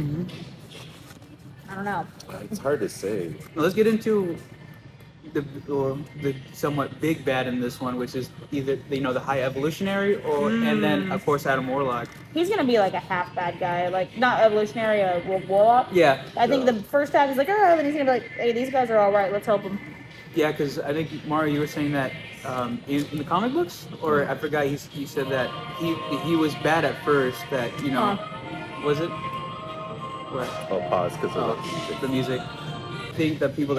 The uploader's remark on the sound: Sorry for the sound quality…We do NOT own any of the music playing in the background of this video, just unfortunately started playing